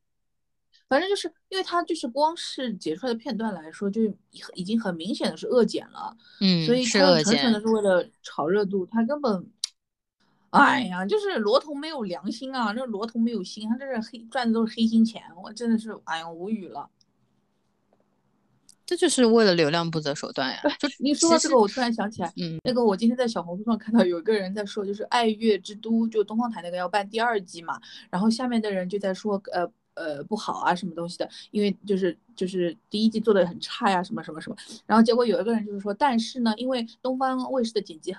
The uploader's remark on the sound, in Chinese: 采用了线上录制的形式。本次录制花费：没花钱的腾讯会议。